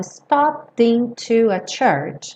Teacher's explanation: esses es dos verbos regulares no passado não são pronunciados